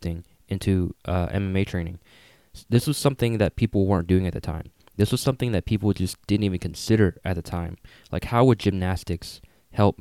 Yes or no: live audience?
no